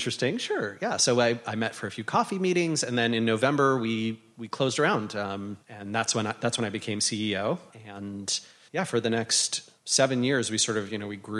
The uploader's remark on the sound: In this live recording from INBOUND 2018.